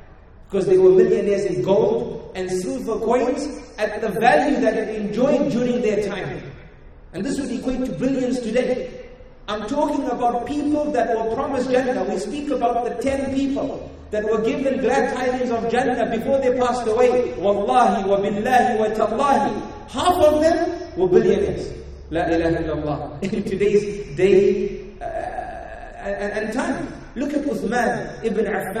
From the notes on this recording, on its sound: Talk delivered it the Zayed Bin Muhammed Winter Family Gathering in Dubai in January 2018. Talk delivered it the Zayed Bin Muhammed Winter Family Gathering in Dubai.